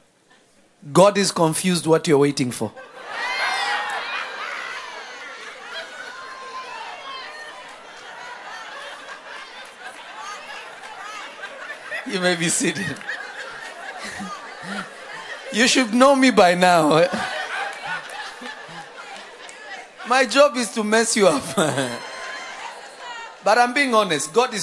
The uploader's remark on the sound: From Revelation Church in Simi Valley, CA. This message was recorded live.